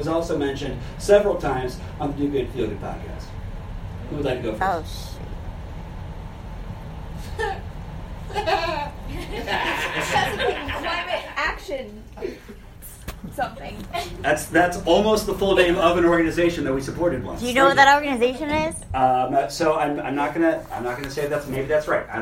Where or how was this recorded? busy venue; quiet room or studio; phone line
busy venue